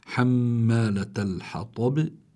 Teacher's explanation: حمالة الحطب، الباء سكنت، هي مكسورة لكن سكنت لأجل الوقف، فصار عندي باء ساكنة لفظا ليس خطا، إنما ساكنة لفظا، فلا بد من إظهار القلقلة، ولأنها عند الوقف فبتكون القلقلة أقوى